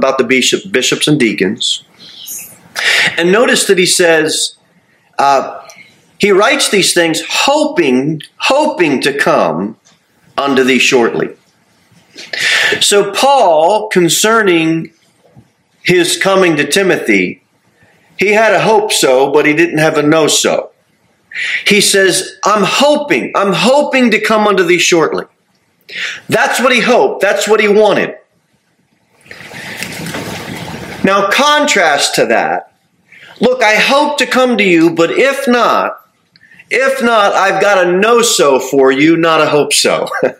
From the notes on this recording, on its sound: Sermon delivered at Pilgrim Baptist Church on Thursday, September 28, 2023, at 6-15 pm. Jere Whitson Rd. Cookeville, TN 38501.